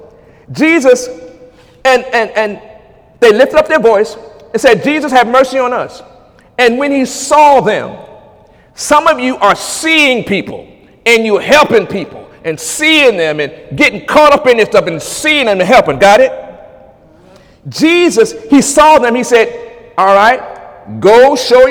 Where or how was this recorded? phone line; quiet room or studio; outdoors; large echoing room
large echoing room